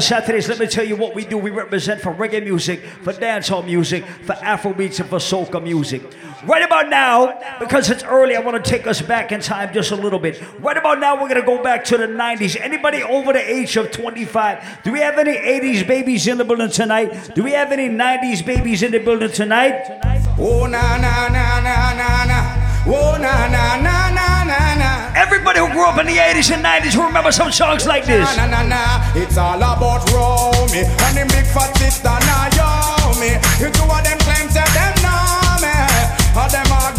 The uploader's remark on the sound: Live audio recording from July 29th at Island Saturdays.